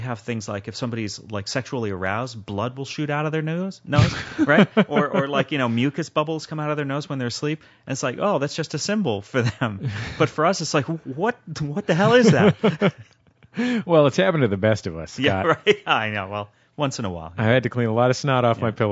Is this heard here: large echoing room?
no